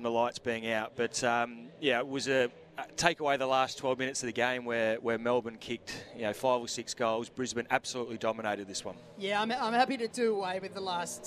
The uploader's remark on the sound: broadcast live from the Adelaide Motorsport Festival